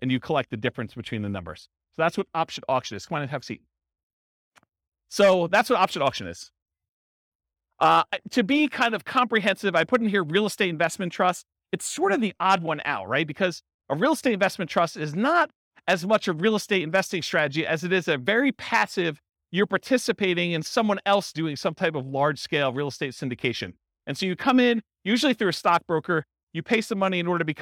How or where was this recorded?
live audience